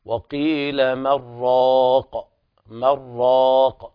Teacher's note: يصير النون مضغمة في الراء إضغاما كاملا بدون غنة